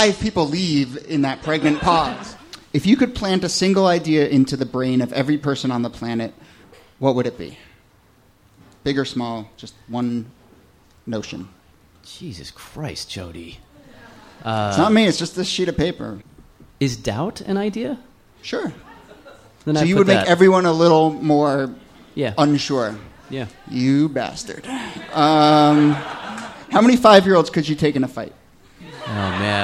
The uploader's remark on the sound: Ask Roulette is a conversation series in which strangers ask each other questions on stage.